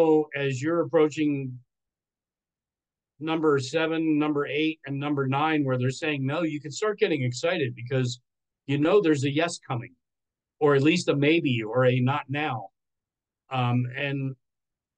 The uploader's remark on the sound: This is a recording from our 5amMesterScrum meetup event. The event was a zoom call in with social media live.